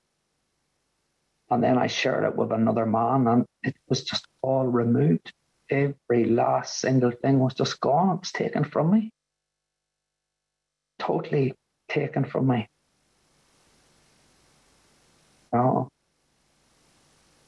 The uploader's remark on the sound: At the The Magical Mystery Tour meeting in January of 2022. Zoom.